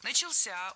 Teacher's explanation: ударение на возвратную часть «ся»